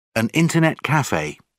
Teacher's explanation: مثلا اینجا an internet cafe. توی internet هجای اولین in استرس یا تکیه میگیره و در cafe بازم هجای اول هست که استرس یا تکیه میگیره · Term: Word stress